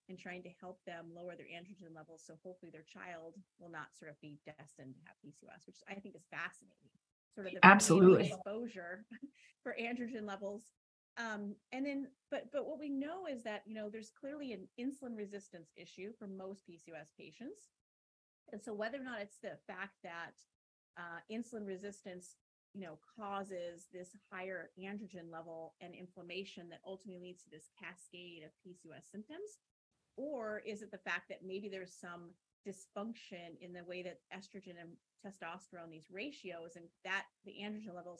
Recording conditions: poor sound quality